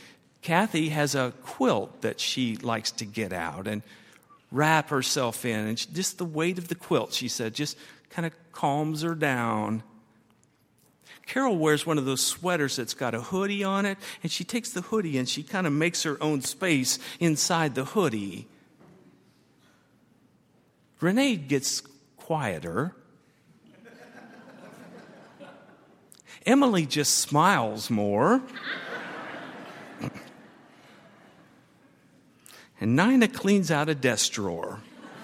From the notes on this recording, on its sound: at Highland Baptist Church.